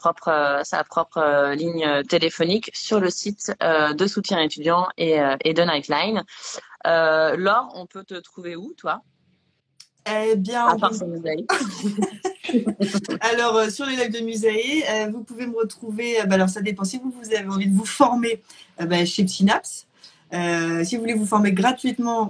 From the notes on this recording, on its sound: live Instagram